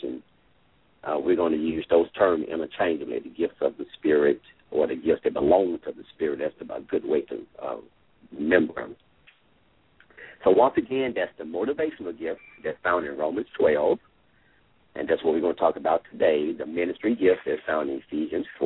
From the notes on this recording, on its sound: LML uses a progressive live call in format.